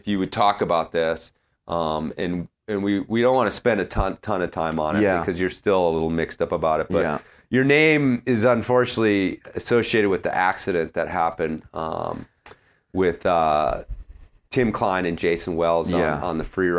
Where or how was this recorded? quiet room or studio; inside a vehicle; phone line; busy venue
quiet room or studio